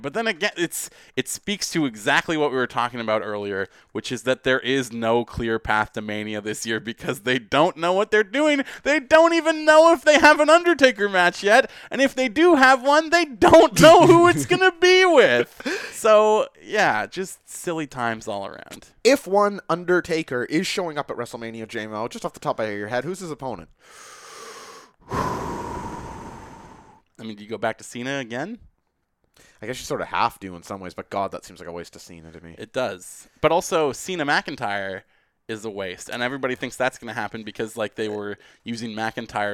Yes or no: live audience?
no